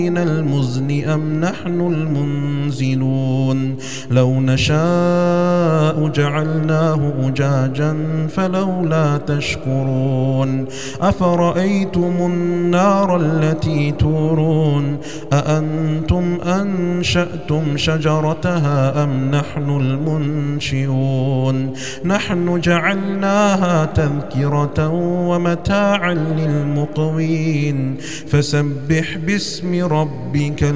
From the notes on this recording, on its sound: recorded at Green Lane Masjid, Birmingham, UK